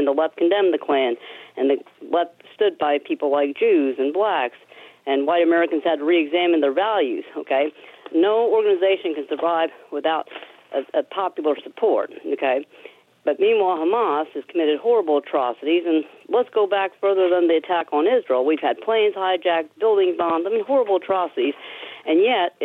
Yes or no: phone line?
yes